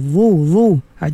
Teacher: Zah ni dia huruf isti'ala. Kemudian dia juga sifat dia. Itbaq. Dia sentiasa tebal.